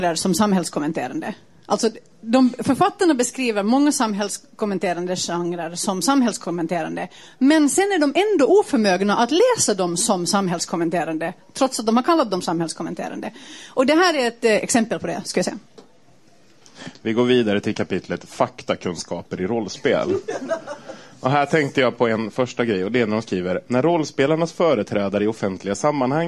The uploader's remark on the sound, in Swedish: Inspelat live på Serieteket i Stockholm.